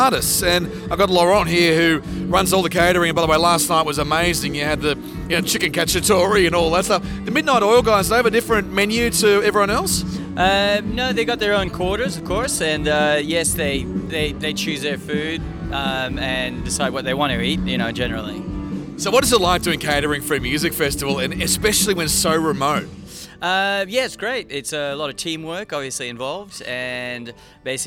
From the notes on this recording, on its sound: we go behind the scenes at the Mundi Mundi Bash at Broken Hill and talk to everyone, from the managers, promoters, artists, caterers and security.